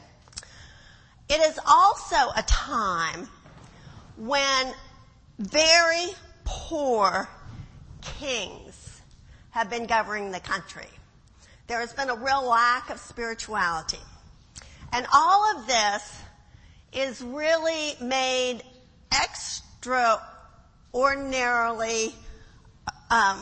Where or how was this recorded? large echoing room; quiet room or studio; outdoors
large echoing room